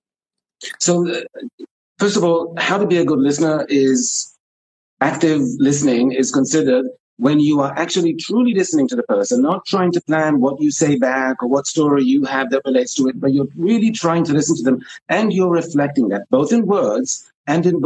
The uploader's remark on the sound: this conversation the two of us recently had on Instagram Live